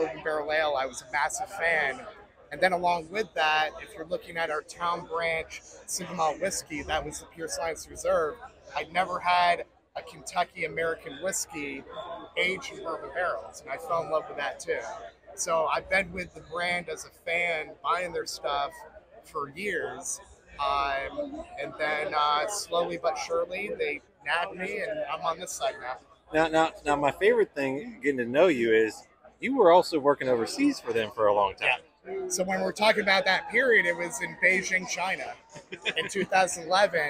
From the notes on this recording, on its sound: at the Kentucky Bourbon Festival